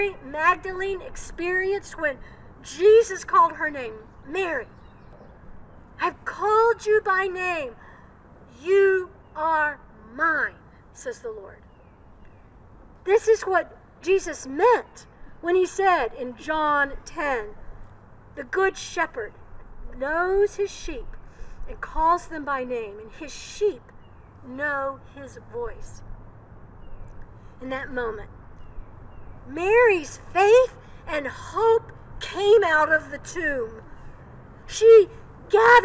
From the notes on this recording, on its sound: Old South Presbyterian Church - Worship on April 4, 2021. Recorded outside. Coming to you from Old South Presbyterian Church in Newburyport, MA.